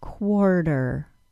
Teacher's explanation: The reason the T sound turns into that quick D sound, also called an alveolar stop, in the word quarter, is that the T is between two R-controlled vowels. It has an OR sound before it and schwa plus R after it.